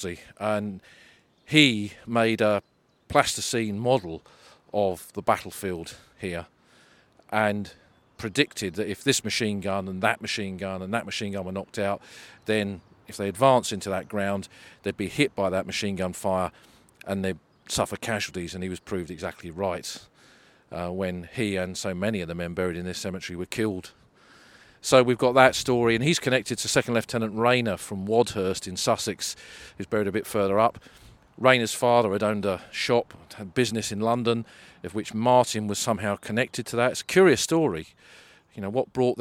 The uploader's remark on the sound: Somme Walks: Bois Français. Recorded on the battlefields.